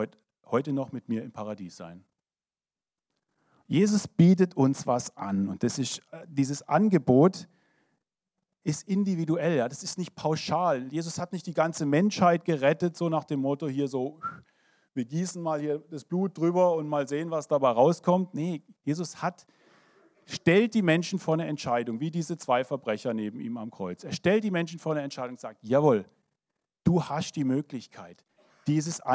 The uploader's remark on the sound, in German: 2023 in der Gemeinde Kaleo Schopfheim aufgenommen.